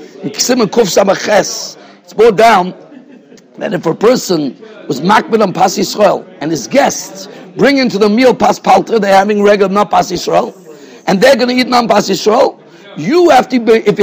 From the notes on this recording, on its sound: Shiur recorded in Yeshivas Ohr Reuven, Monsey, NY.